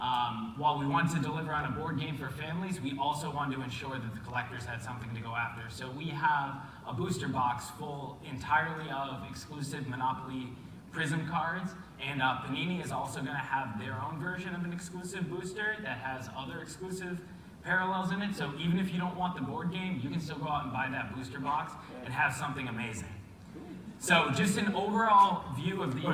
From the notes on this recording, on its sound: Broadcasts live from the Mint Collective at the MGM Grand in Las Vegas.